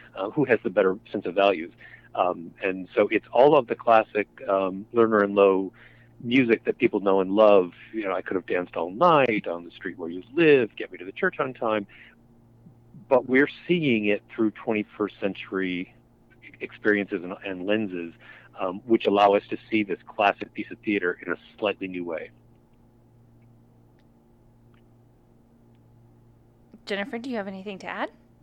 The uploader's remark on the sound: By phone to discuss the new season.